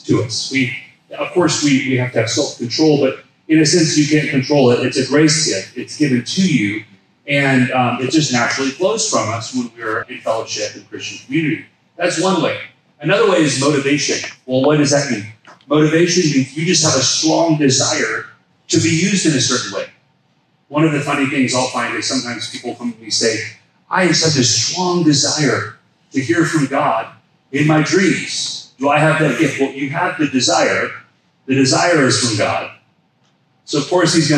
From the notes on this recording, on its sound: We share a seminar recording.